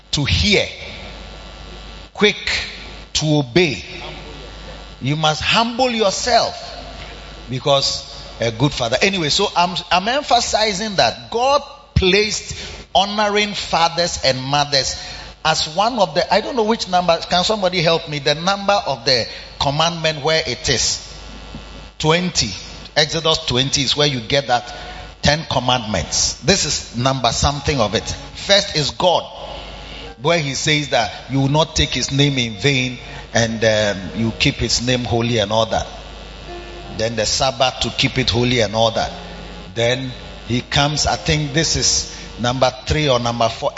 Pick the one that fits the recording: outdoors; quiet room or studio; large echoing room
large echoing room